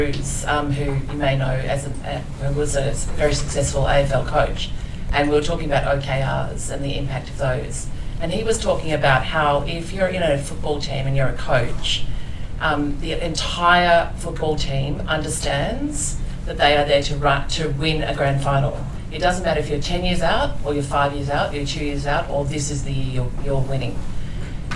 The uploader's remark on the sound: LIVE RECORDING! At LASTconf Melbourne. This was our first test of recording an episode of The Weekly ReBoot live so it was kind of an experiment for us, but happy to say it recorded ok enough for us to want to give that another go. In terms of the audio you will hear some mixed qualities and I’ve tried to edit up where I can.